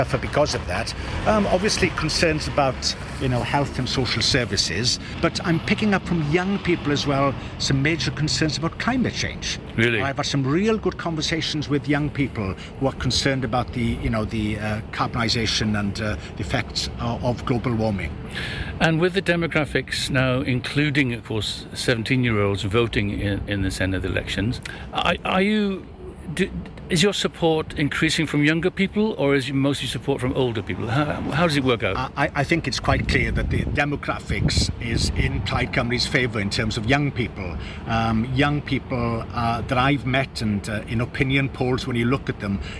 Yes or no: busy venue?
yes